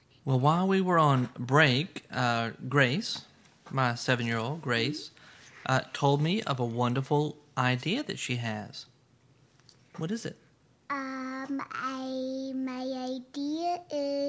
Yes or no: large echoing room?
no